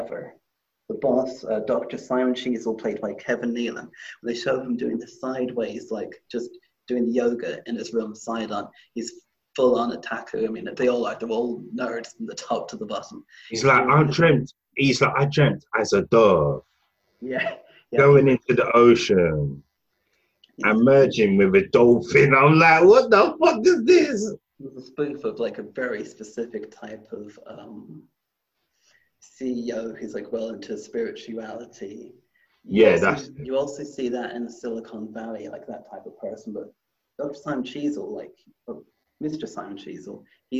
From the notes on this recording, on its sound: Please excuse the audio quality, we had problems recording this episode.